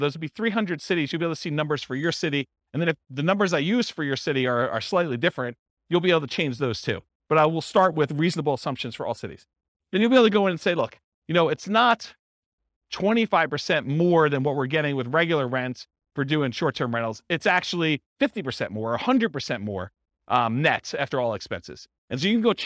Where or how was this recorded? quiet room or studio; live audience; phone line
live audience